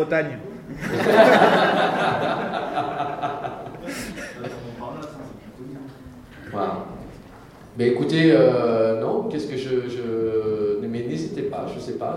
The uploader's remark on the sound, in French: Conférence TGS Springbreak 2017